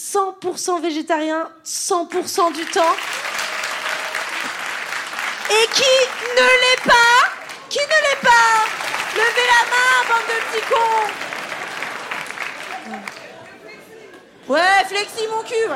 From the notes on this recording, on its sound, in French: Captation réalisée au Cabaret Sauvage.